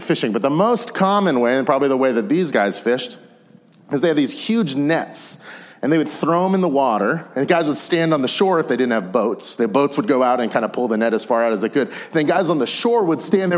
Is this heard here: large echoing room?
yes